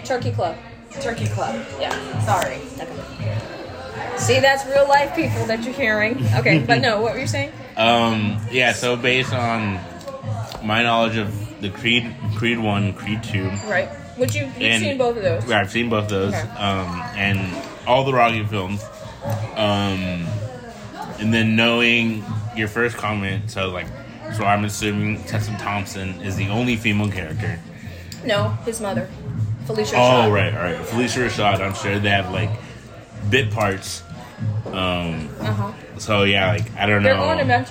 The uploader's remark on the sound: Live at the Hilt